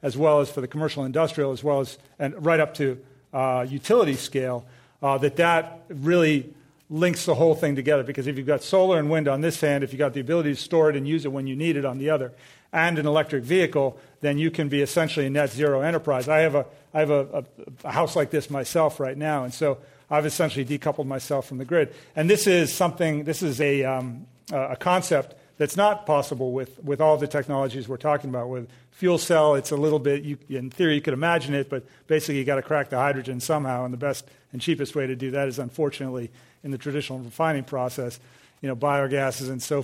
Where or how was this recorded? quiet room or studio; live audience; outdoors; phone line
live audience